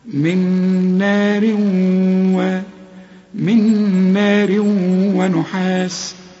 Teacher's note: هنا استعمل لسانك من نار وغن، من نار ونحاس، هي نار تنوين وبعد واو اللي هو من حروف الإدغام، واسمعها كأن الواو عليها الشدة